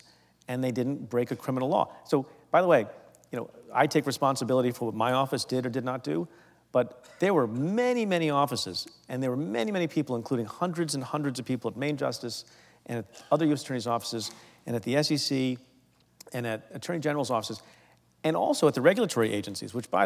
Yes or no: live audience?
yes